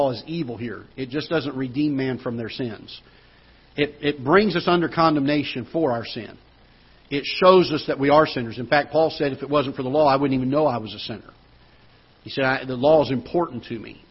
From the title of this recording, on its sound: Ketha Heights Baptist Church ~ Live Broadcast